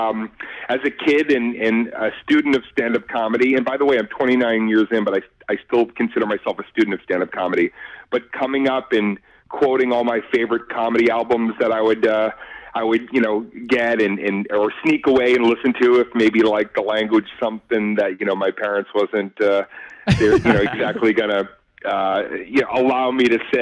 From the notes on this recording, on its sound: IN THE STUDIO (by phone)